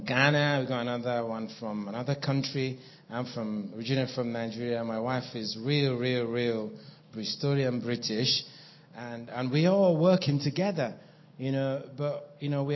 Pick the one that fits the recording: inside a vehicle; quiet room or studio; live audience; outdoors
live audience